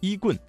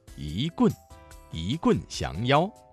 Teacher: 一字在四声字前变成了二声 · Shown in: second take · Term: 语流音变